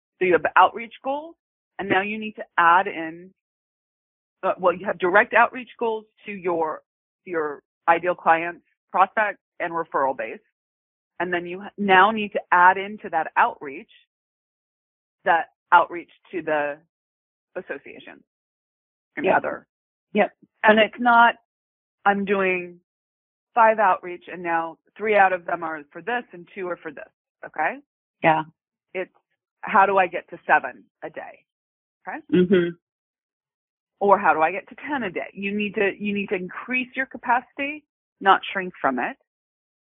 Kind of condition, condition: link, phone line